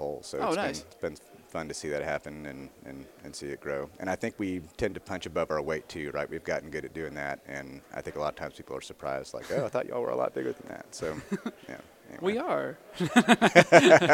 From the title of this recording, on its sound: Live at AFPM